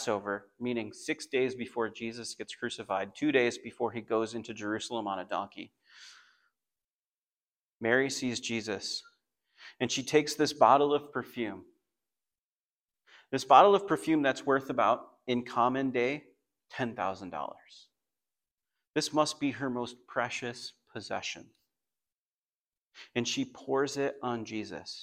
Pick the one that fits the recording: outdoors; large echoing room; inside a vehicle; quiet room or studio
large echoing room